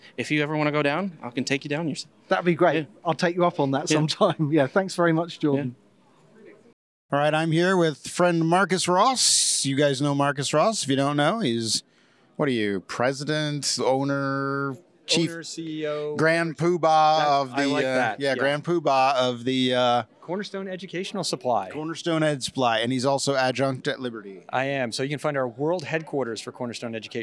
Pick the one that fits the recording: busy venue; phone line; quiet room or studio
busy venue